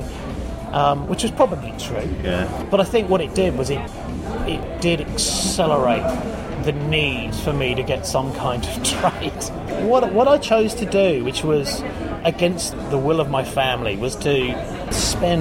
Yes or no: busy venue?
yes